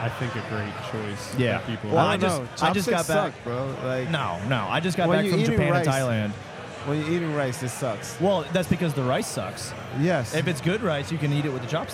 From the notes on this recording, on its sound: This is the first of three episodes recorded at Xul Beer Company during the weekend of their Kill The Lights festival.